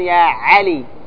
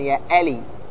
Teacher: ينطقون العين همزة، ما يقولون يا علي، يقولون يا ألي، ينطقون العين همزة لأنه تقارب، تقارب المخرج · Shown in: second take